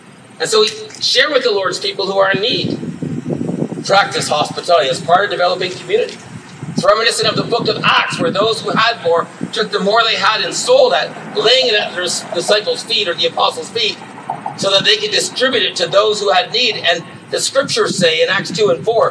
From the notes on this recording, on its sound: This was our first outdoor service. We apologize for the noise that is a part of this recording.